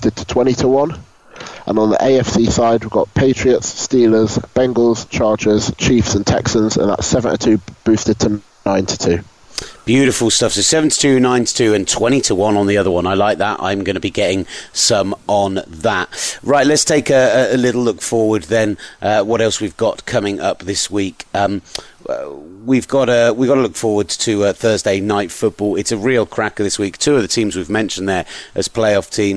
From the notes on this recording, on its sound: Live from a Michigan Car Park. The team out on the road.